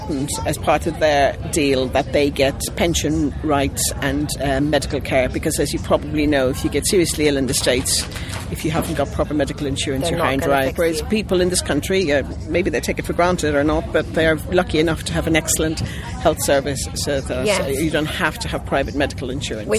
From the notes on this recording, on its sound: roving reporter for this year’s London Screenwriters’ Festival